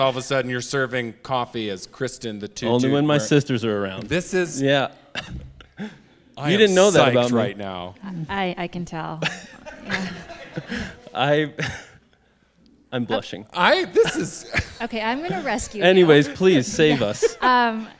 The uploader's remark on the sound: In April, we recorded a live show at the 5Point Adventure Film Festival in Carbondale, Colorado.